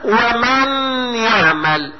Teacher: اقلب النون ياء وادغم الياء في الياء وابقي صفة · Term: الغنة